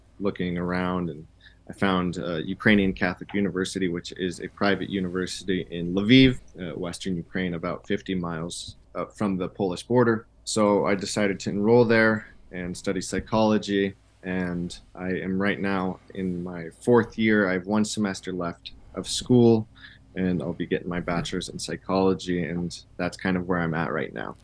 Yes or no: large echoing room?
no